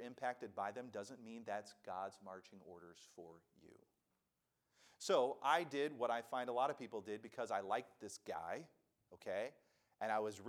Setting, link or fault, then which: setting, large echoing room